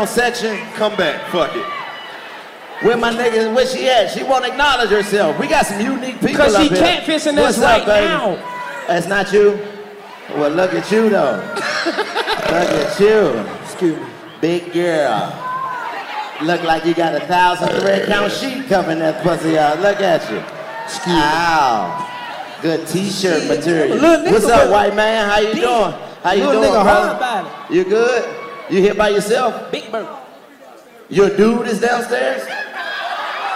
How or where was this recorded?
live audience